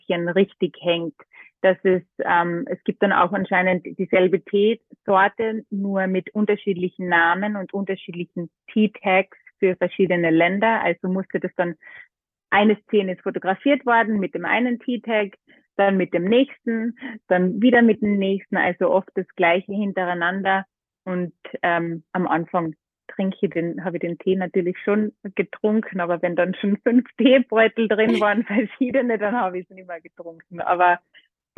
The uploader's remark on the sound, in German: plaudert mit mir ganz ungezwungen am Telefon